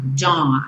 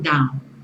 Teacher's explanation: Esse AU você vai falar como se fosse um O bem nasal · Shown in: first take